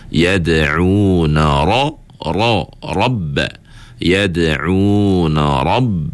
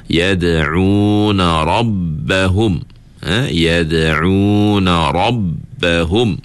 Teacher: bila ra ni tebal, kawasan ataupun lidah kita di bahagian pangkal lidah itu perlu diangkat. · Term: ra tebal